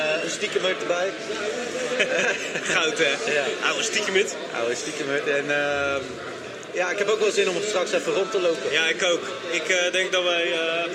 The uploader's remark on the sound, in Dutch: SneakerPraat - Episode 13 op Sneakerness. Het is een live-event dus er blijft wat rumoer op de achtergrond... Sneakerness Rotterdam 2023 is een feit.